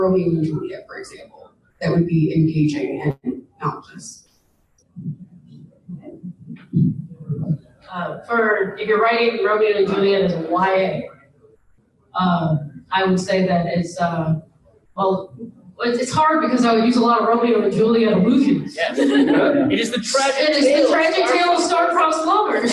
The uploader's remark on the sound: Recorded Live at Gateway Con. This episode was recorded in front of a live audience.